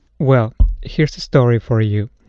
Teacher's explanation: I'm hearing an S sound instead of a Z on the end of here's